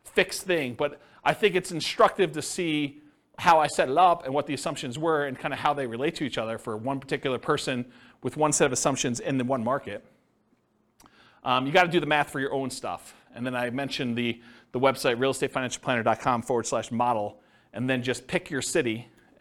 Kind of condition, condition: setting, live audience